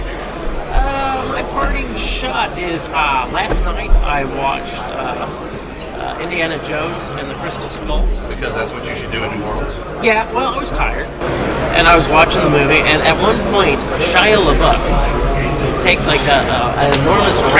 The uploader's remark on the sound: FunBelt Podcast rolls in off Bourbon Street for a second day of Sun Belt Conference Media Days